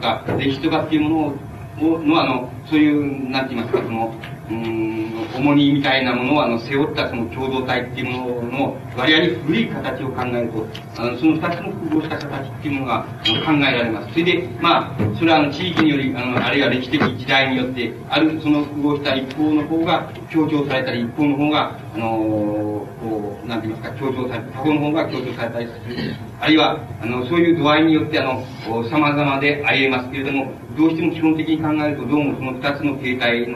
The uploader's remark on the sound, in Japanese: 音質：２。場所：文京区民センター。止揚の会と西荻南教会によるイベント 「共同体論ティーチイン」での講演。周辺のノイズが入っており、 音質はあまりよくない。